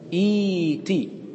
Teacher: فإذا ابتدأنا قلنا ائتي بإبدال الهمزة التي هي فاء الكلمة ساكنة بإبدالها ياء لكسر ما قبلها